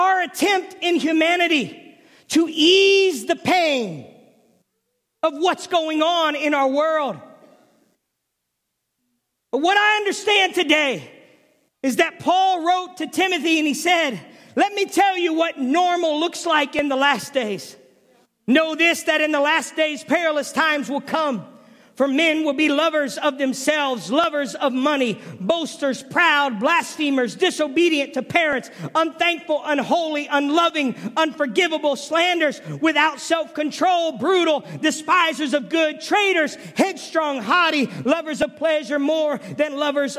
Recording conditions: large echoing room